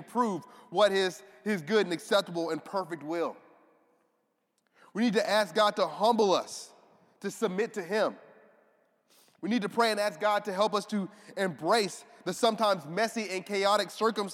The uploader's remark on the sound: This audio is from a sermon preached recently at Restoration Fellowship in Memphis, TN.